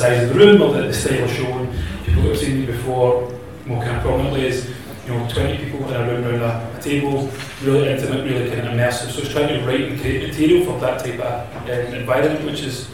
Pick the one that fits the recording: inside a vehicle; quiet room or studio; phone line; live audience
live audience